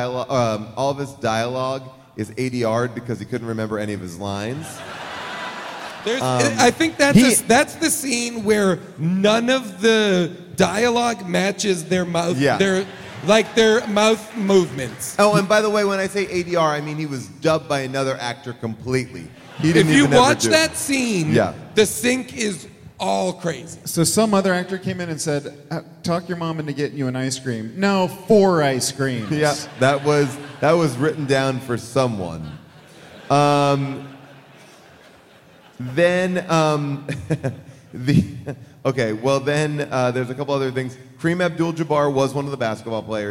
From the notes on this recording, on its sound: Recorded live from Seattle.